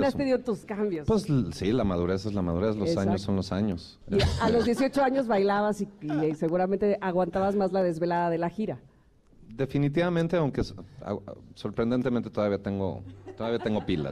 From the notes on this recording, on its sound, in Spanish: Celebramos juntos con nuestros conecters el tercer aniversario del programa, completamente en vivo desde el salón La Maraka.